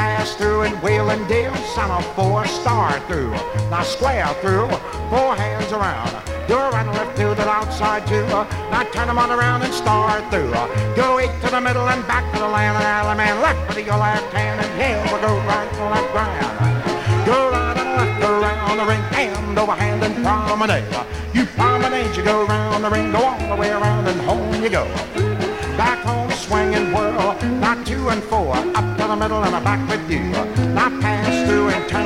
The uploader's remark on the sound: 1964 Blue Star Jubiliee in Houston, Texas SECOND RECORD. From the 1964 Blue Star Jubilee Square Dance held in the Sam Houston Auditorium.